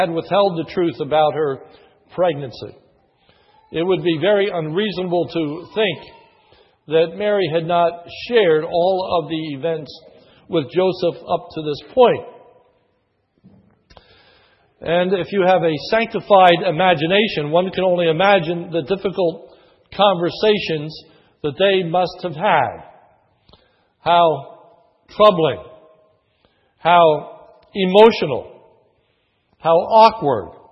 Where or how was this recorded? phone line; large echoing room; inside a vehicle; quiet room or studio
large echoing room